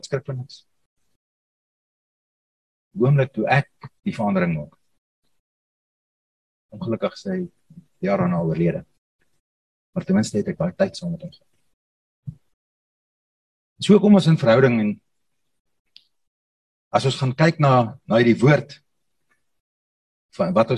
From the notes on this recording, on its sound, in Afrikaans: Zoom Byeenkoms 17 Mei 2022.